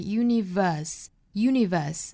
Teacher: Universe 这个词英音是不卷舌的